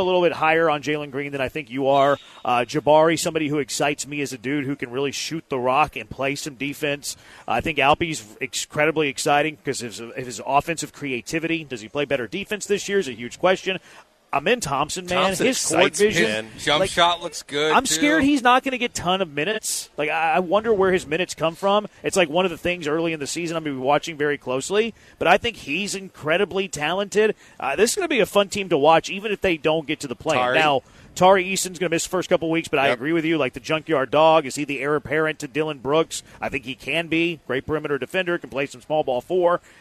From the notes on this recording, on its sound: LIVE from The Tailgate!